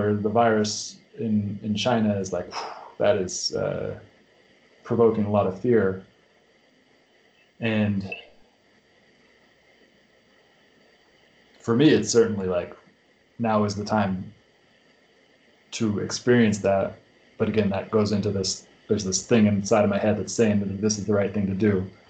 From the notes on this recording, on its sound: All silences left. The audio quality isn't that great.